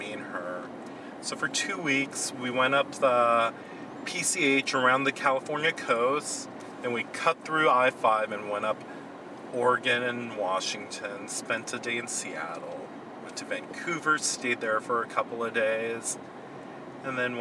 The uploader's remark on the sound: We took this podcast on the road. We were up in Santa Barbara for a memorial service of a friend and decided that we’ll record something while driving. You’ll note that with me driving, there were no accidents!!!